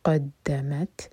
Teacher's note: قاف ہیوی دال لائٹ اور پھر تا ساکن پر ہمس